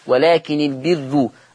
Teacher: ورش هيقول البر فالراء بقت مضمومة ومرققة